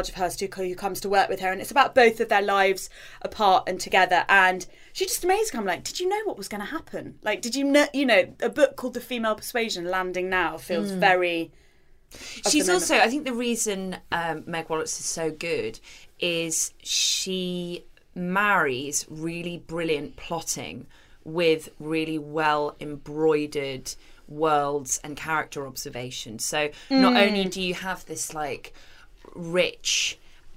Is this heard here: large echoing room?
no